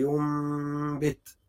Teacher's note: نون بعديها باء هتقلبها ميم هتبقى ينبت بغنة تبقى ينبت طيب مع الإخفاء أفتح الشفتين قدر